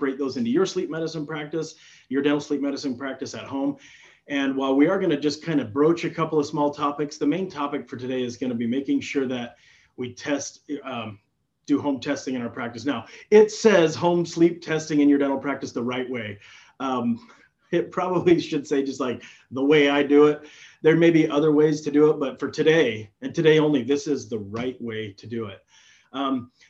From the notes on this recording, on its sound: During this live interactive webinar